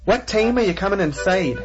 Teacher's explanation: For starters, the I sound becomes the A sound in a lot of words.